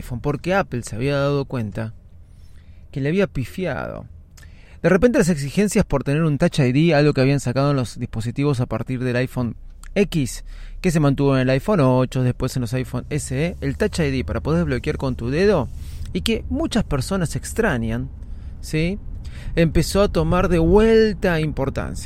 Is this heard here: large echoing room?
no